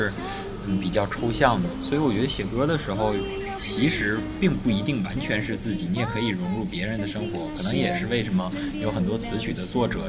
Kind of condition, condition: setting, outdoors